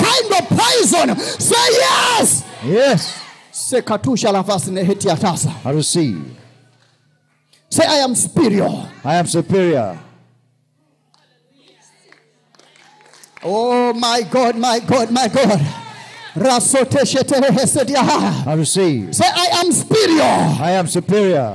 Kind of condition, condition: setting, large echoing room